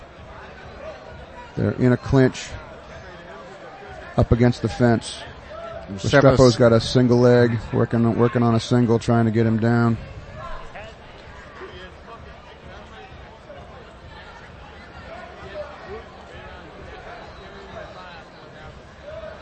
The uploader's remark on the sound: Recorded live at CES 41, Friday Jan 27 at Twin River Casino in Cranston, RI.